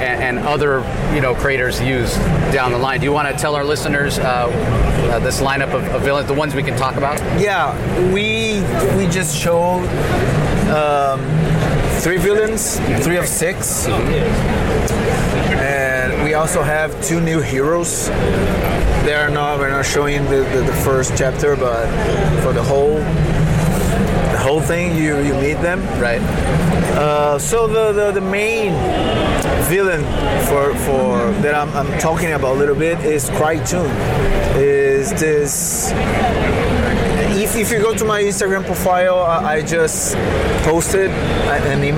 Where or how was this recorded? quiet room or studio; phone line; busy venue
busy venue